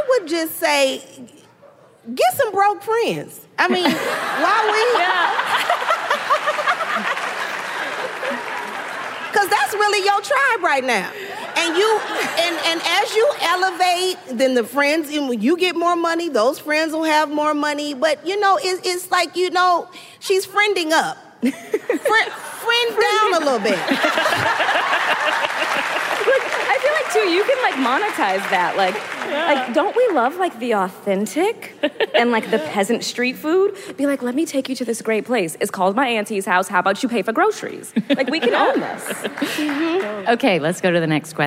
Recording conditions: live audience